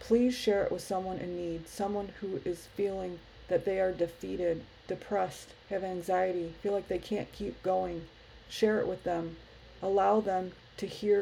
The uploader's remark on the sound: Sorry for the noise in the background. I was having issues with my computer.